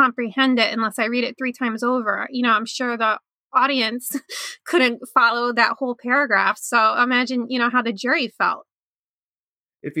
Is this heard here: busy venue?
no